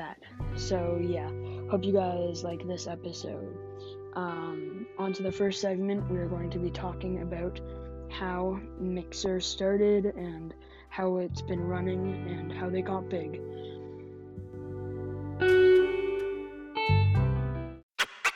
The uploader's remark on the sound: This had some technical difficulties so I am so sorry for that!